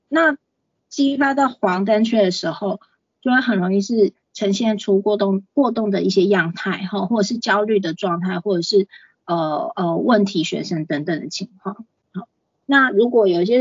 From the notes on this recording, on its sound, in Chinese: 講座錄音。此為線上課程錄音檔！